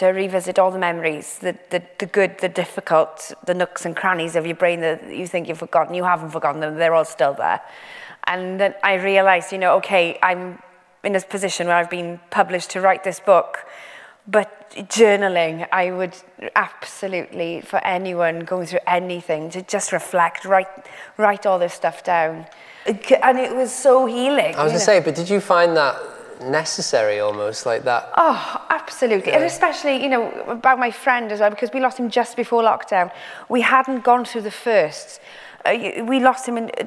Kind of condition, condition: setting, live audience